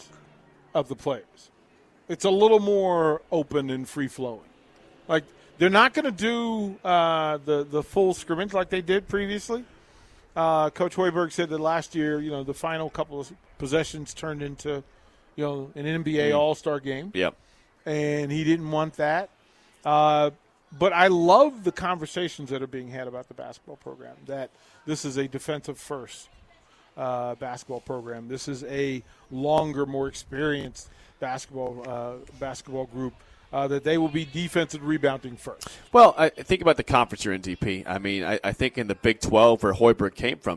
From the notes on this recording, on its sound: Live from Barry's - September 30th, 4:45pm